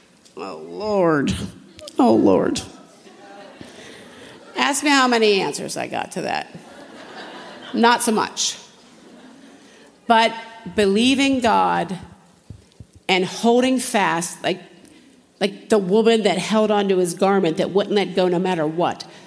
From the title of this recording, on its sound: General Session, Flourish 2023